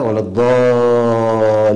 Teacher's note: ولا الضالين. أيضا قلقلت النون عند الوقف عليها، ولا الضالين، هذا خطأ، فالنون ساكنة، ساكنة للوقف.